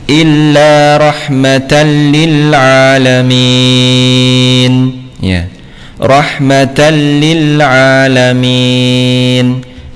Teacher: Dibaca dengan tanpa gunnah ya, atau dengan tanpa dengung ya. · Term: idgham bila gunnah